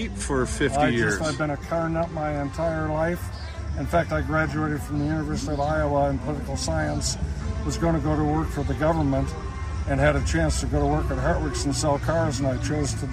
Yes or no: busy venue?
yes